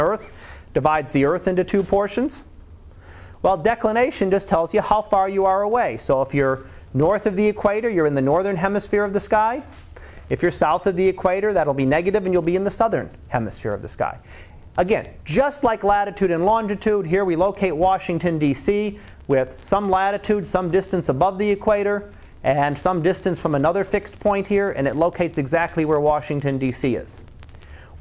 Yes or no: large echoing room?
yes